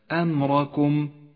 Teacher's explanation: الراء المفخمة لأنها مفتوحة في كلمة أمركم